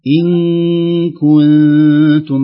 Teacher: الغنة تكون رقيقة لأن الحروف النون الساكنة حروف مرققة والحروف التي بعدها كذلك. إن كنتم بدل إن كنتم، لا إن كنتم تعلمون.